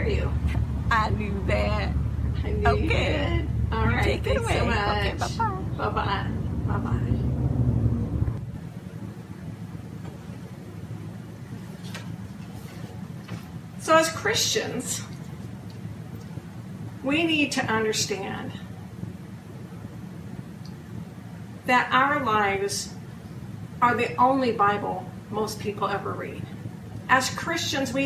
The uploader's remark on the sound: (Audio from a video sermon). Interview people on the streets of Clovis.